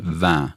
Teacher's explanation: när man säger ordet vin, så eftersom det slutar på en så blir det här i-et nasalerat. Så det heter inte vin eller något sånt på franska, utan blir vin. · Term: nasala vokalen